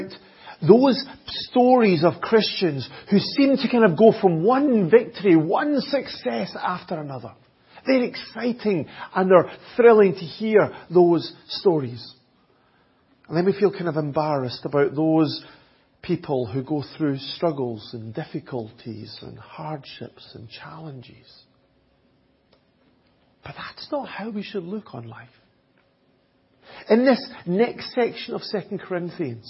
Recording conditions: large echoing room